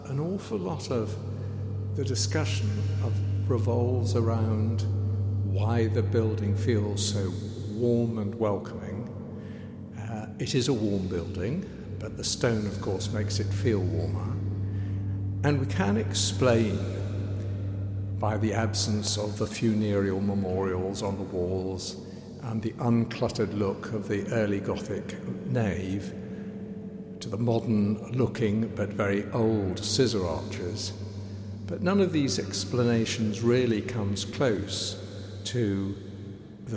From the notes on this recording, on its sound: WellsCathedralSoundScape. Soundscape features audio captured both within the Cathedral and the city. The mix includes the voices of local young people, older people, Cathedral volunteers, choristers as well as various noises heard in and around the Cathedral.